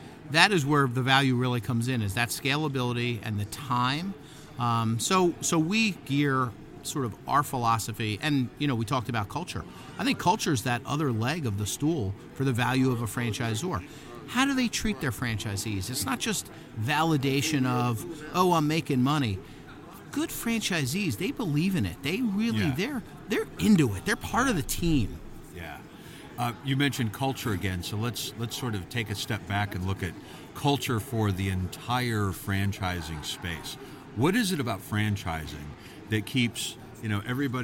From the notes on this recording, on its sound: Both conversations were recorded live in Philly at the Franchise Show.